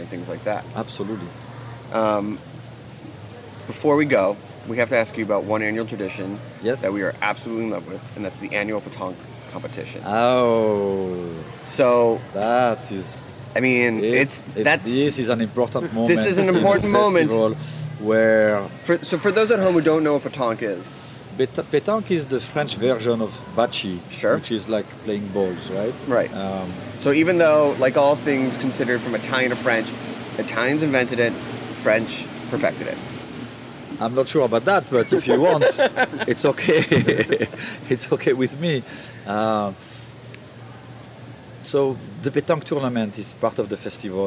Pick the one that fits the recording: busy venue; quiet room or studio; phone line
busy venue